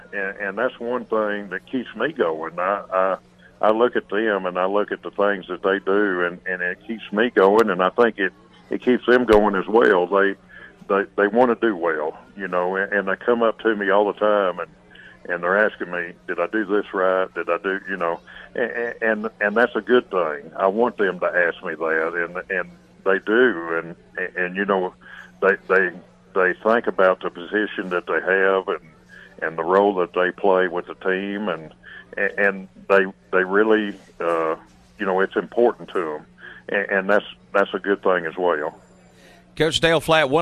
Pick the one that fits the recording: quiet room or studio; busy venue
busy venue